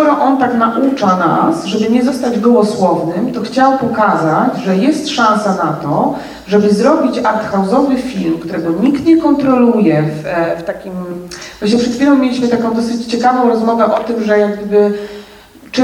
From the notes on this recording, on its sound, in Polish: nagrany został w katowickim kinie Światowid 21 marca podczas przedpremierowego seansu